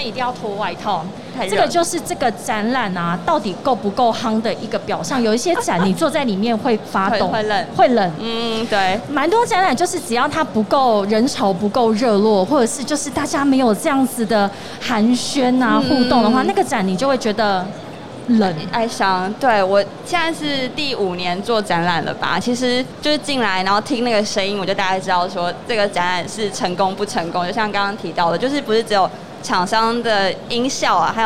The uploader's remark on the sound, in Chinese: 2021 Energy Taiwan智慧能源週-Live Podcast。行動 Live Podcast車。